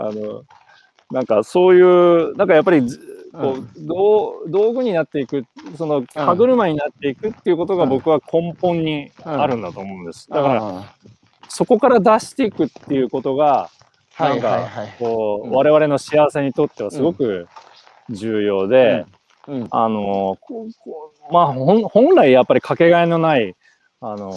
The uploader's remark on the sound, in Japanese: 歩くラジオ。歩きながら1時間、対談する。